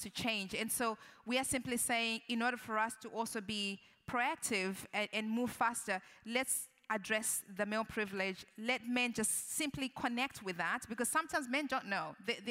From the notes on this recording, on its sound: The evening is concluded with a 30 minutes Q&A session with the audience.